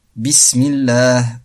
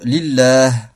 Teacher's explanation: Et on fait le tarqiq du lam, donc après une kasra. Bismillah, comme quand le nom de Allah vient après une kasra.